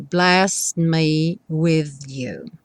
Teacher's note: então você já vai do S direto para o Mi